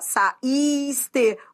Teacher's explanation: O I é a segunda vogal do hiato. E é forte. · Term: tônico